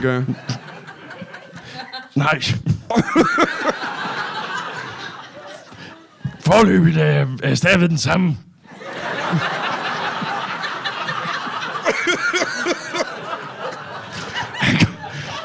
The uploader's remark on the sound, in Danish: LIVE fra Hvedstrup